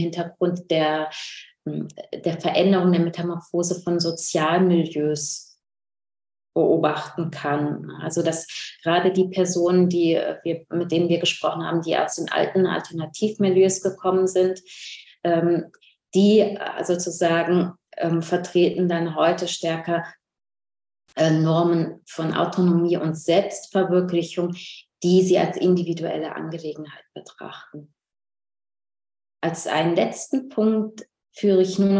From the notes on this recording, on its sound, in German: Ein Mitschnitt der online Jour fixe-Reihe der Assoziation für kritische Gesellschaftsforschung (AkG). In der heutigen Ausgabe des mosaik-Podcast hört ihr einen weiteren Mitschnitt der digitalen jour fix Reihe der Assoziation für kritische Gesellschaftsforschung.